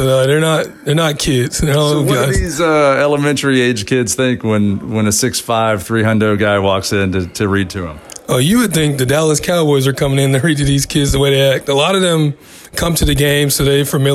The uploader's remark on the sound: Live from Murray State University